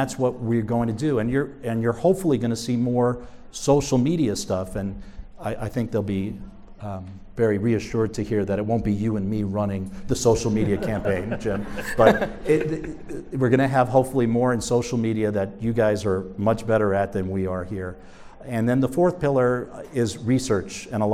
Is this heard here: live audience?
yes